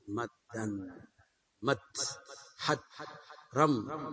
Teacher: وإذا كان مضاعفا متعديا وردت أن تأتي بمصدره القياسي فستقول مدد، مدد فعل، ثم تدخل أو تدغم الدال الأولى الساكنة في الدال الثانية · Term: الإدغام